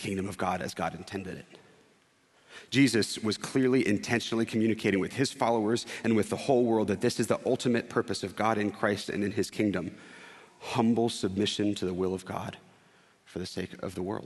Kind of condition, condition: setting, large echoing room